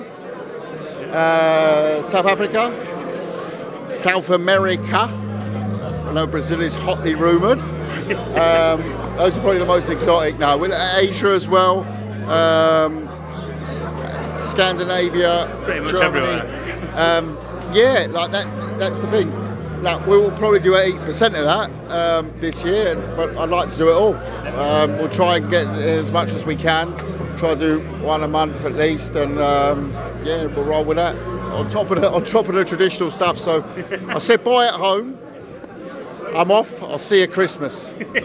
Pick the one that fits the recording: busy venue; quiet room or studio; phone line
busy venue